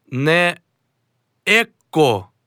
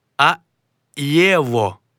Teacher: В інтелігентній мові вимовляють «єво», а не «его» і не «ехо». · Shown in: second take